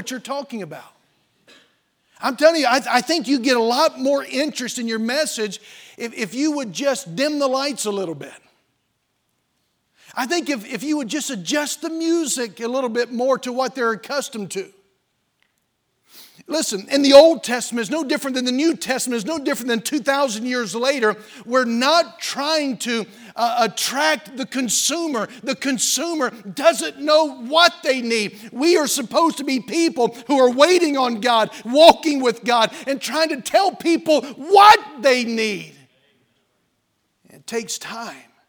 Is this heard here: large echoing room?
yes